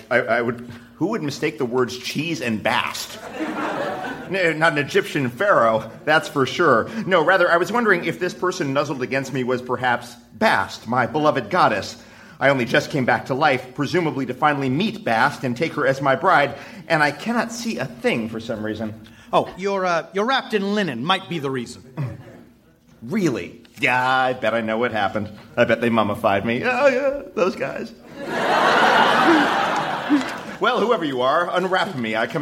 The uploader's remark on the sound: Recorded Live 3/3/2012 at Largo, Los Angeles.